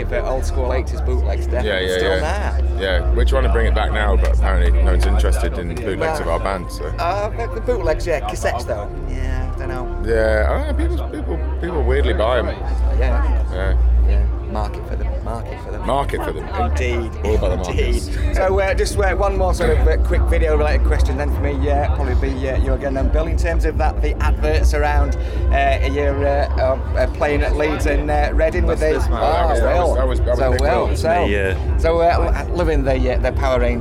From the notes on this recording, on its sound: At Leeds Festival 2019 ahead of their set on 'The Lock Up' Stage.